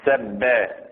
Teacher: ففي كل الموارد سب، سب باءين أساسا، سبب، أدغمت الباءين في بعضهما فصار عندنا حرف مشدد